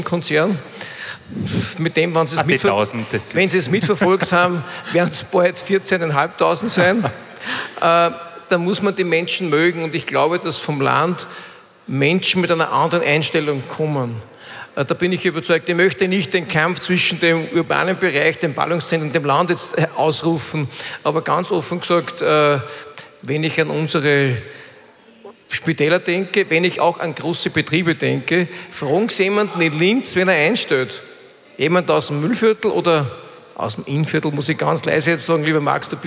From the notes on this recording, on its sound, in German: Hören Sie nun die Aufzeichnung der Festivalgala